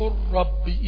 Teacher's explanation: لام الفعل في مثلا قل إذا أتى بعدها الراء أدغمت اللام في الراء · Term: الإدغام